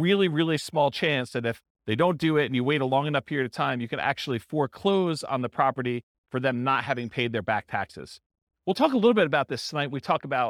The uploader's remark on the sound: This was a live class recorded